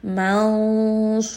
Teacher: sad is heavy, so the ikhfa will also be heavy, and we're going to go to the makhraj of the sad.